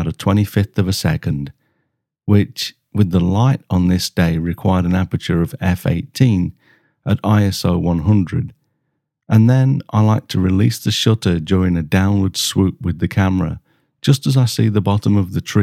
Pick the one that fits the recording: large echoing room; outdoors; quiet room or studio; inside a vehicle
quiet room or studio